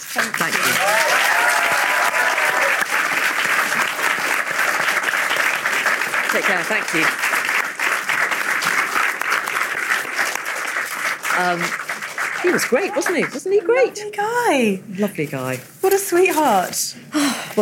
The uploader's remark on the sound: Live from The BFI And Radio Times TV Festival. Live at the BFI in front of an enthusiastic audience.